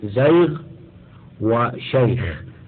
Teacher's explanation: والخاء الساكنتان للوقف بعد ياء ساكنة نحو زيغ وشيخ في مرتبة ضعيفة من التفخيم، وهو ما يسمى بالتفخيم النسبي، ولكن لا يقال فيهما في هذه الأحوال كلها إنهما مرققتان، لأن أحرف الاستعلاء لا ترقق أبدا، وإنما يتفاوت تفخيمها قوة وضعفا حسب مرتبة كل منها وشكله على ما تقدم.